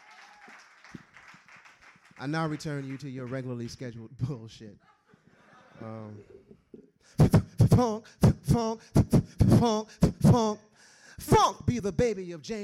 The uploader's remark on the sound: This is the earliest known recording of the Kzoo Poetry Slam at Kraftbrau Brewery.